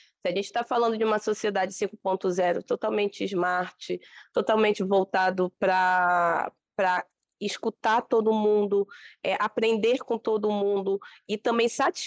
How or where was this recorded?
video call